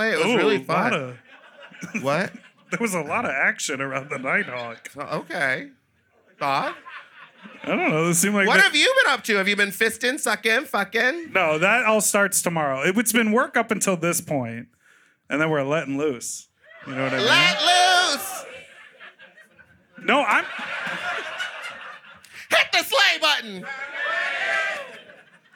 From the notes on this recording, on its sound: Sloppy Seconds Live show recorded at The Sultan Room in Brooklyn.